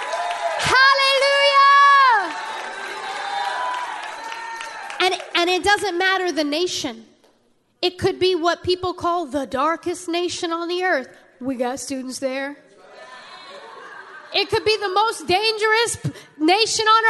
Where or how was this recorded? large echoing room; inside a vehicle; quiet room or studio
large echoing room